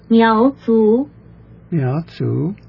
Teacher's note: Miaozu should be rising both times.